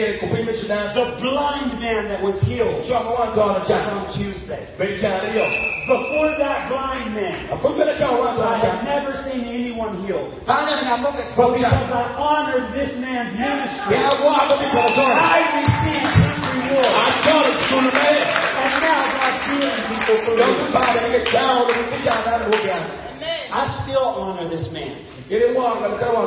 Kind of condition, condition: setting, live audience